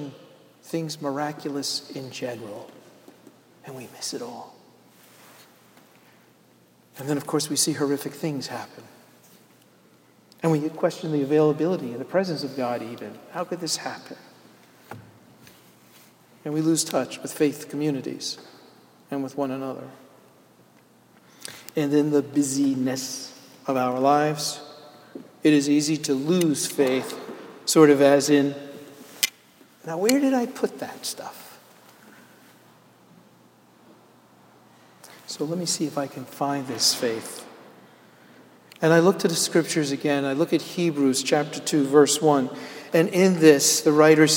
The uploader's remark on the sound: Sermon delivered at Jan Hus Presbyterian Church and Neighborhood House April 15, 2012